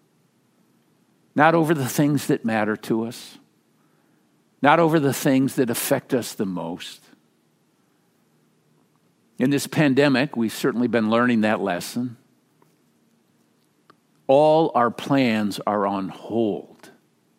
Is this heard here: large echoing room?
yes